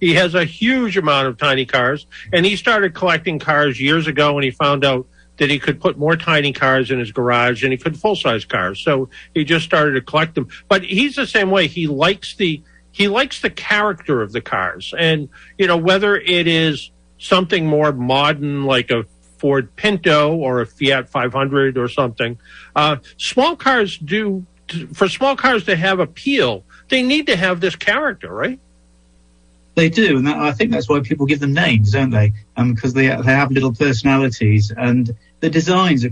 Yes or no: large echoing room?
no